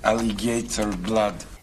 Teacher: So Russian-speaking English will sometimes stick a little y sound in.